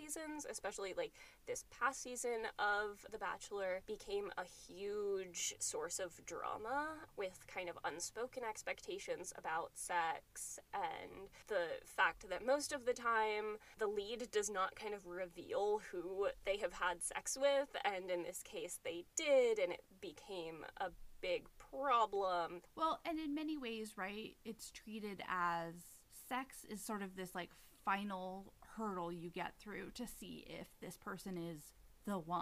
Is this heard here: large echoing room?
no